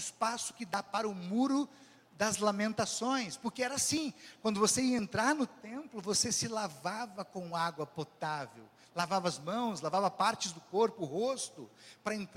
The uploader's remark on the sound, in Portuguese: Culto ao vivo do dia 26 de março de 2023, da Congregação Evangélica Luterana da Esperança, de Brasília (DF).